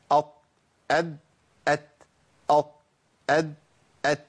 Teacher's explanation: الطاء والدال والتاء بيخرجوا منين؟ من مخرج واحد. ايه هو؟ طرف اللسان مع اصول الثنايا العليا